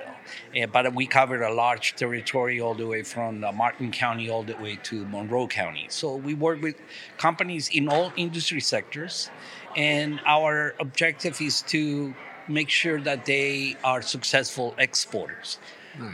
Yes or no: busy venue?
yes